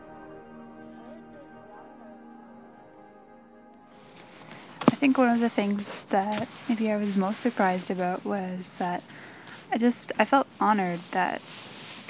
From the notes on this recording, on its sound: Spent a weekend in Edmonton’s inner city, at the drop-in centres, and on the streets. This is the audio diary of her experience.